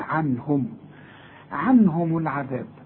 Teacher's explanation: عنهم النون ساكنة وبعدها هي، واللي هي من حروف الإظهار، يبقى مش هقولني هنا، أقول عنهم، عنهم العذاب.